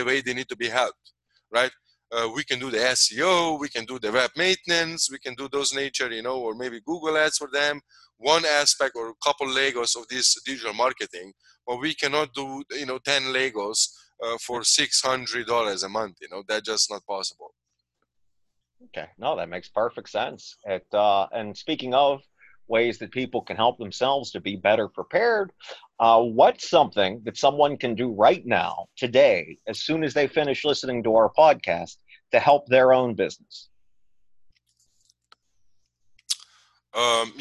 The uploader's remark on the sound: We conducted this meeting remotely on Zoom.